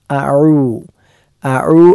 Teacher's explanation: അഊ എന്ന ഐന് തൊണ്ടയുടെ മധ്യഭാഗത്ത് നിന്നാണ്, ആദ്യത്തെ ഹംസ തൊണ്ടയുടെ താഴ്ഭാഗത്ത് നിന്നാണ്